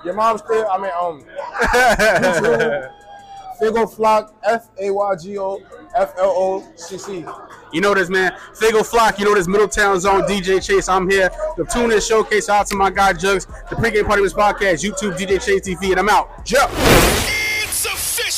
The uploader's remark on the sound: Is live at the Tunage Showcase.